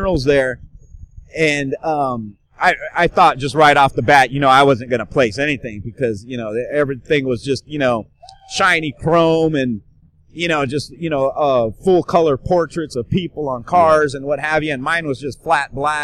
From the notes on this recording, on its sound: joins me from Musink Tattoo festival